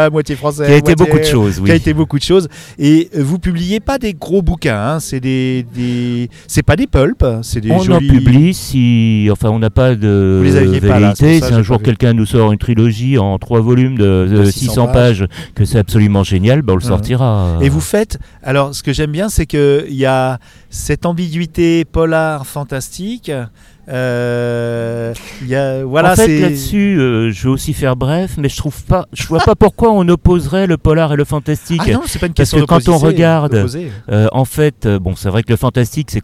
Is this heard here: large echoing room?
no